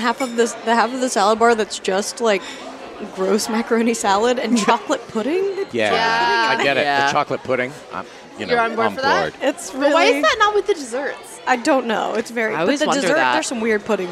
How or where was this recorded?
busy venue